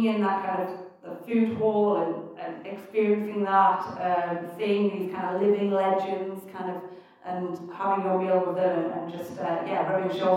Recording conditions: poor sound quality